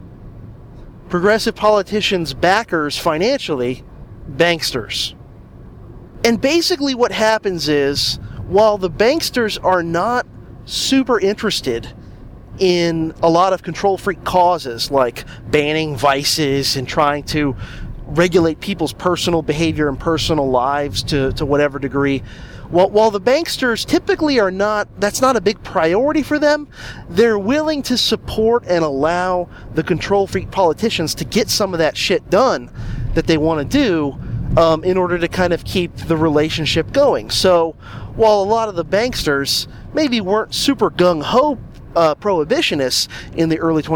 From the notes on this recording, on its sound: This is a guerrilla episode done in the car